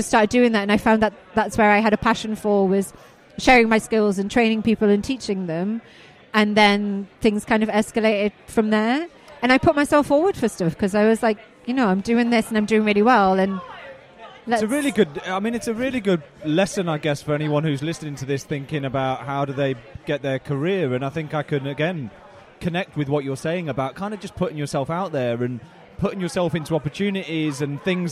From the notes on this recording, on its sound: live from the loudest pub in London